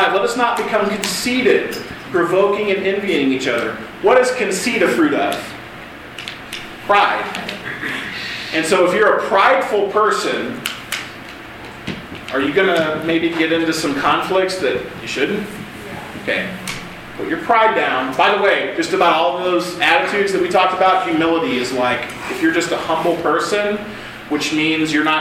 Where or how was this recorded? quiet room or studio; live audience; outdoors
live audience